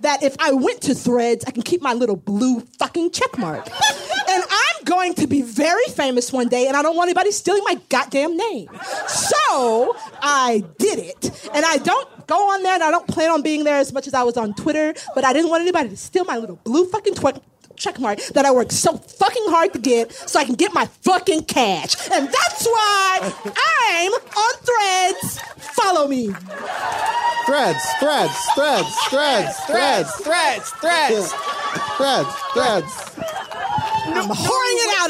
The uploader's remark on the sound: put on our first live show since the start of the Pandemmy™, OUTSIDE at Permanent Records Roadhouse